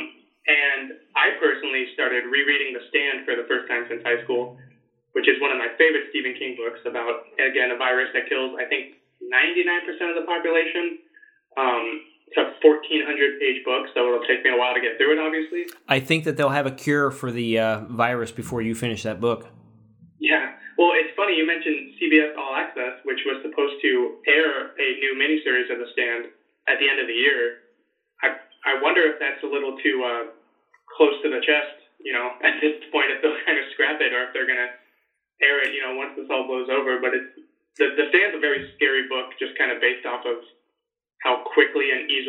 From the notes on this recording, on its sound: We worked out a way to still do a show despite our "shelter in place" order. The quality isn't the best as we hadn't planned on having to record this way, but it works!